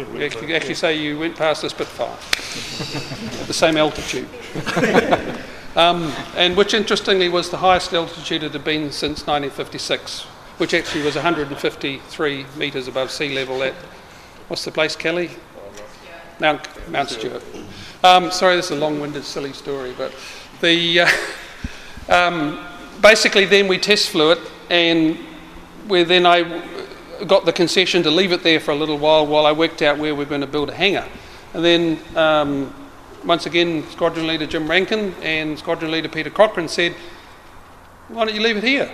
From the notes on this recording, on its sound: Forum Meet At Biggin Hill Hangar RNZAF Base Ohakea 2012. This is a recording of the really fascinating talk.